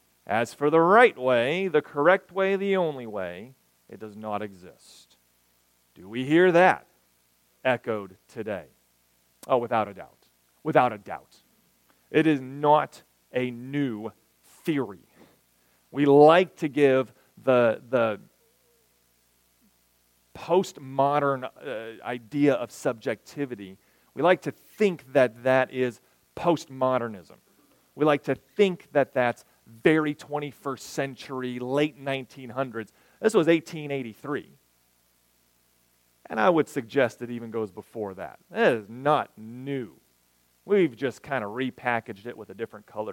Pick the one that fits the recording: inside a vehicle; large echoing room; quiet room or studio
large echoing room